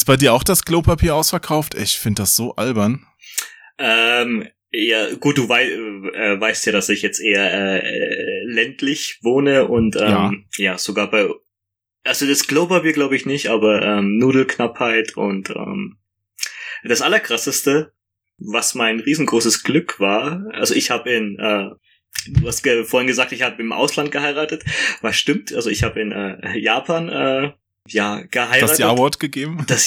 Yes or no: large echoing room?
no